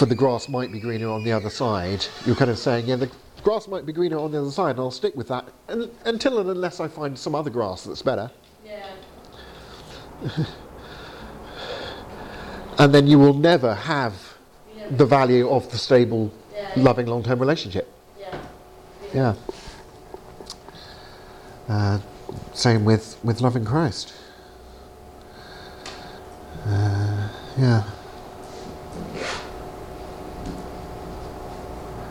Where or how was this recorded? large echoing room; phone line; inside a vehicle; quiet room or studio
large echoing room